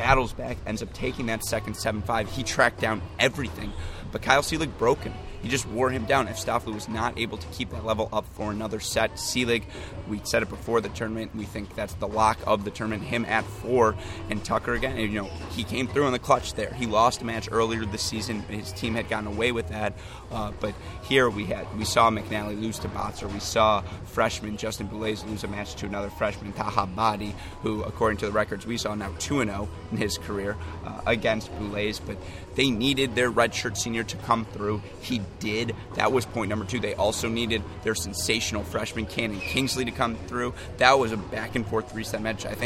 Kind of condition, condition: setting, busy venue